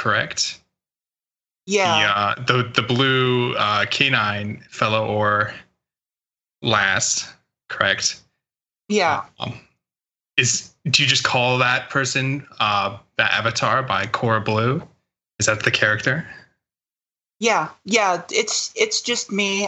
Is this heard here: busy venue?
no